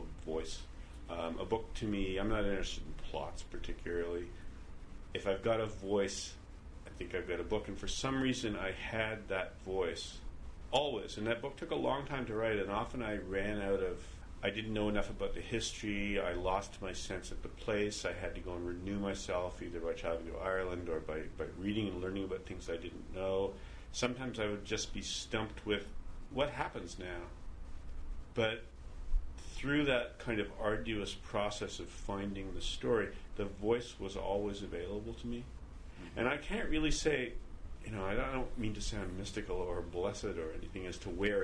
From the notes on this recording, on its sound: We talk here, at the Blue Metropolis Montreal International Literary Festival